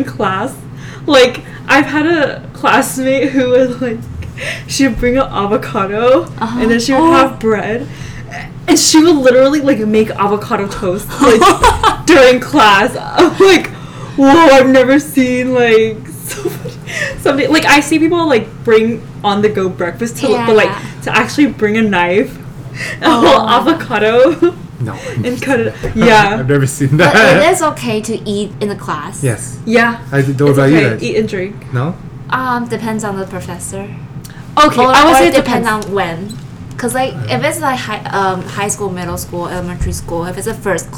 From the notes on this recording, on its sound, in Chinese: 麥克風只有一隻所以雜音比較多請大家見諒！